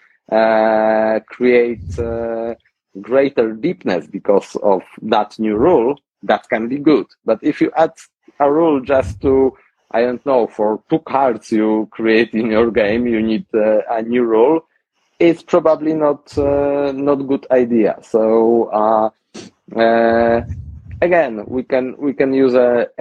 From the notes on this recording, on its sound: We did the interview in an Instagram Live session and this is the recording of it.